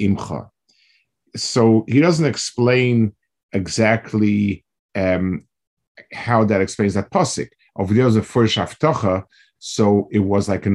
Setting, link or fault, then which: link, video call